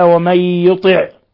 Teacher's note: نون ساكنة جاء بعدها الياء إضغام بغنة